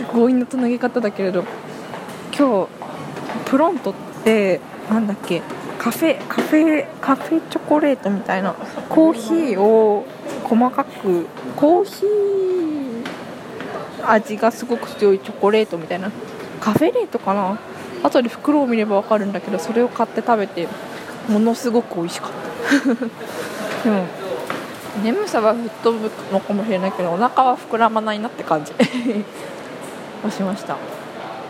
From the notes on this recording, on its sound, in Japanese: 久しぶりのお外での録音です！